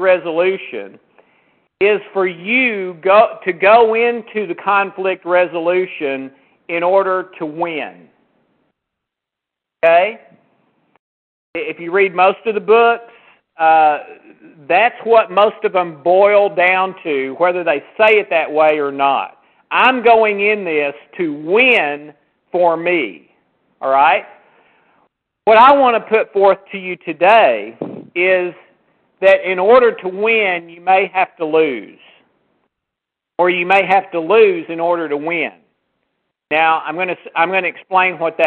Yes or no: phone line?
yes